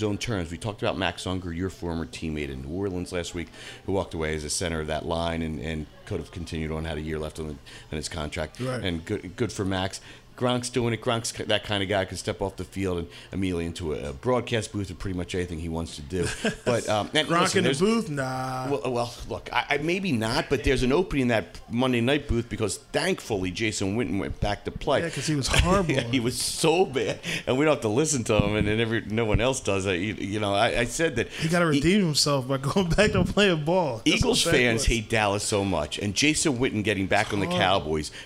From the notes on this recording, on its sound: Live from Somo SoPhi